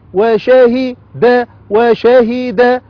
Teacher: شا ألف مد طبيعي حركتان شاهي شاهي دال تنوين بالضم دن شاهد وشاهد شاهد.